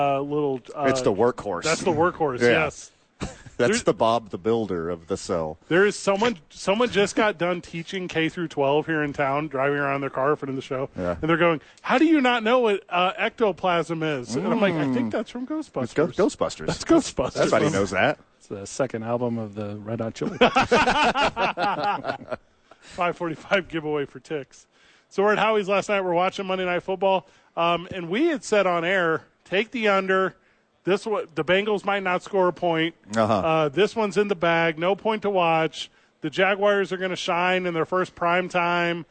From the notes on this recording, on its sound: live from the ABQ Dukes Store